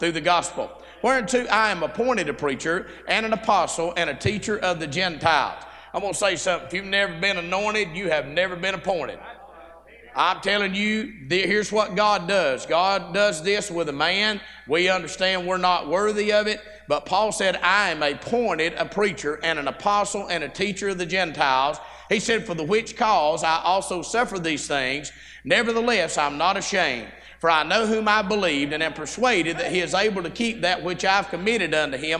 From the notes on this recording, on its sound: A sermon preached Tuesday Evening during our Spring Jubilee